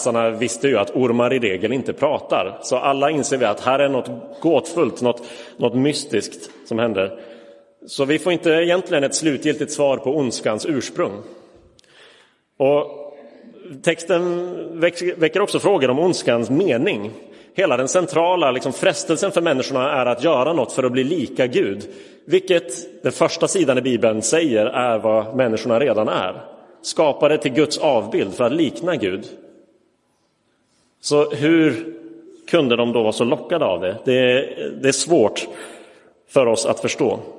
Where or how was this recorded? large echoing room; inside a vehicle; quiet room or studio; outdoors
large echoing room